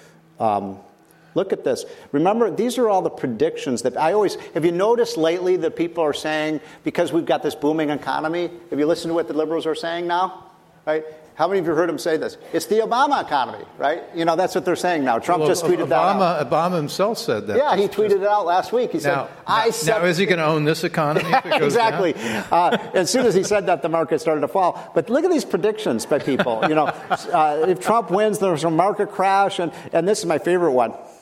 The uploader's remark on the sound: at a conference with conservative leaders